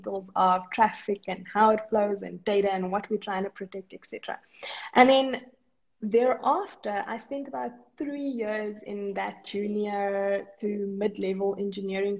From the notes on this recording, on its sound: This is an Instagram Live interview